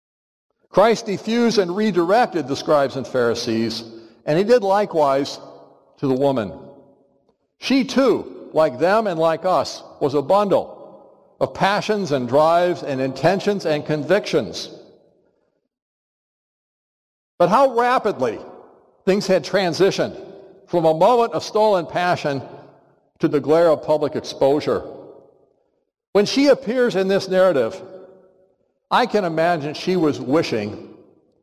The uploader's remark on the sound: Which he preached in Hodges Chapel in spring 2022. For our annual Biblical Studies Lectures.